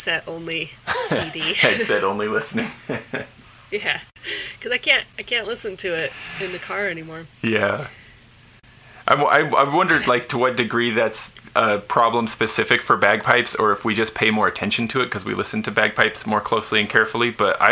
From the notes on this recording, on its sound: I apologize that due to my own technical difficulties the sound quality isn't pristine in this episode.